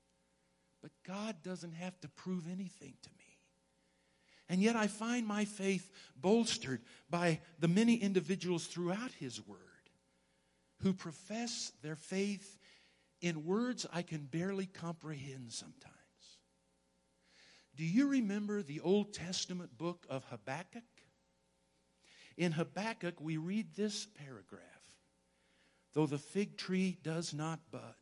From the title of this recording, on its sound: Woodland Life Church Live